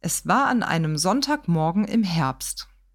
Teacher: Das heißt, wir haben Herbst hier betont. Sonntagmorgen ist auch durchaus wichtig. Alles andere können wir relativ unbetont lassen.